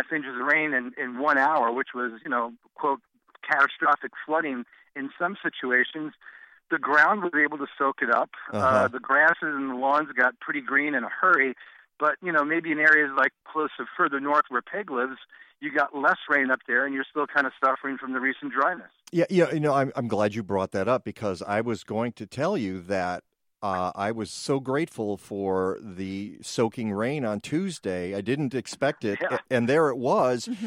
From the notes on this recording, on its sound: In studio, who will be joined on the phone.